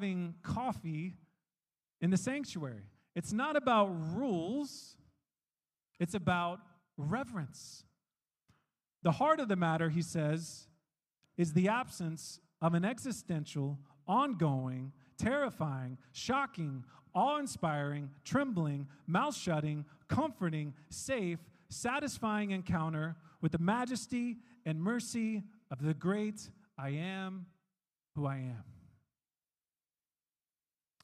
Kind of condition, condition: setting, large echoing room